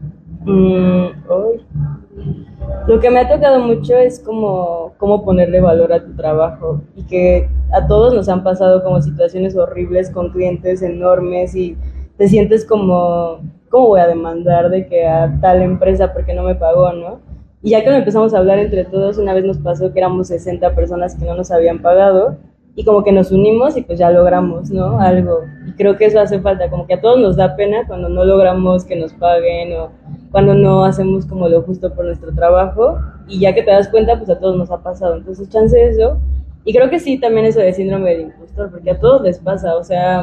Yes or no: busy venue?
yes